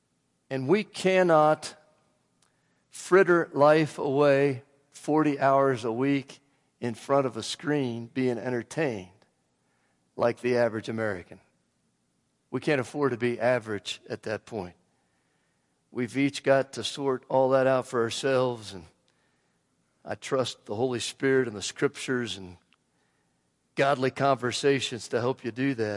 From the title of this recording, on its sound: Woodland Life Church Live